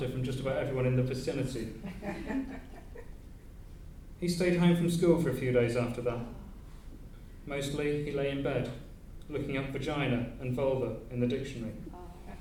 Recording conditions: live audience